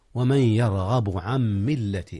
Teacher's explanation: إدغام نون عن في ميم ملة · Term: إدغام بغنة